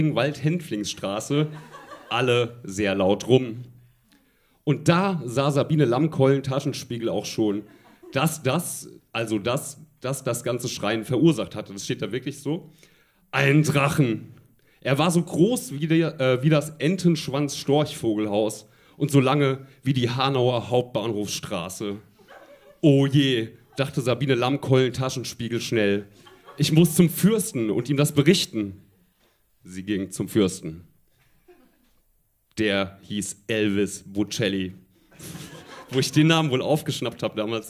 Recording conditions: live audience